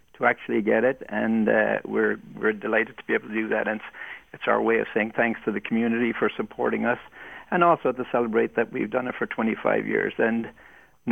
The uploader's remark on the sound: Calls in from Muskoka. In studio.